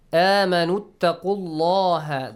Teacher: You skip the waw mad and also the Hamzatul Wasl.